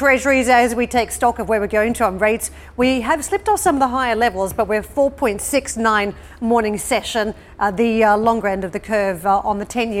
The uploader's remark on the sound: We are live in Sintra, Portugal for the ECB’s annual summit